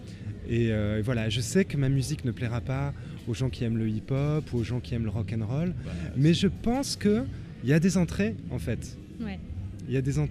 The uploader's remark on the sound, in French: C'était lors du 4 ème Festival des Jours de Fêtes ! C'était lors du 4 ème Festival des Jours de Fêtes !